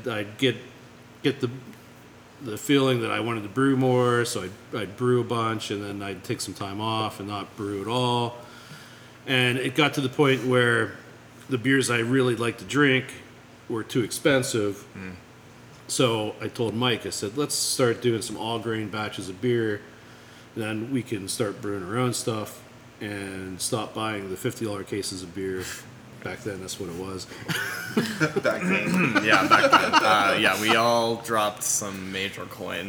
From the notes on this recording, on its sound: We were recording at Couch Brewery. We put him on speakerphone.